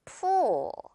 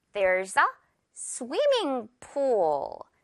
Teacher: pull, 우 이렇게 발음해주면 돼요. 입모양 오리처럼 이렇게 쫙 내밀고요. 입술 우 발음 pull. 이거는 우를 길게 끌어주는 것도 중요합니다.